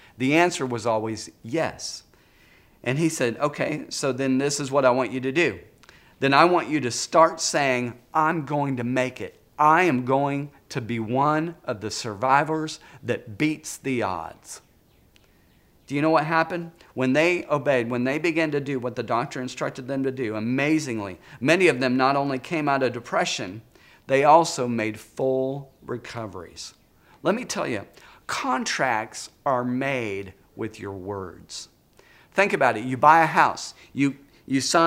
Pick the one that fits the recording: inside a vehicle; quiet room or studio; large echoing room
large echoing room